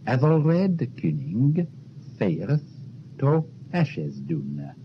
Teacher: all the letters do sound, the final G of Kinning, the final E of Ashes Dun